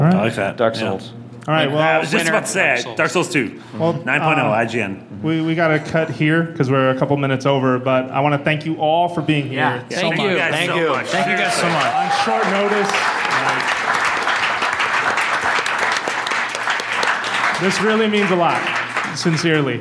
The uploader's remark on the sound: Nintendo Voice Chat Live: Our NVStreetPass Event. IGN hosted a StreetPass event and recorded a live Nintendo Voice Chat.